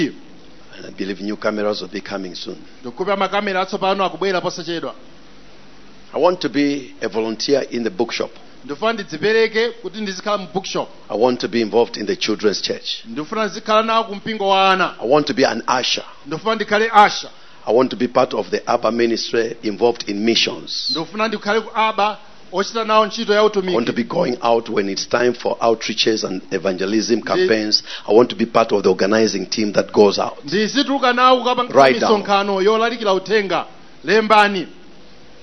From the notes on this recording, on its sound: Preached at the Encounter Service at Word Alive Blantyre City Church on 22nd January 2023